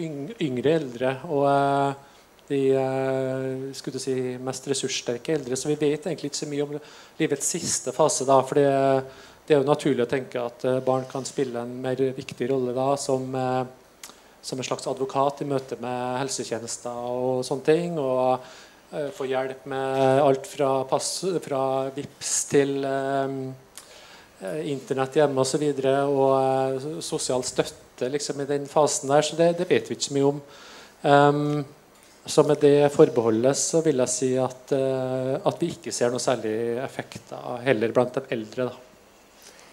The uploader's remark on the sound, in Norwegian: Panelsamtale på Arendalsuka. Dene panelsamtalen arrangerte jeg som en del av Prosjekt Åpenhet.